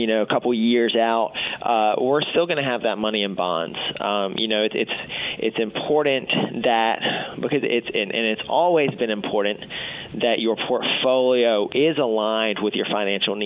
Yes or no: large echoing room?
no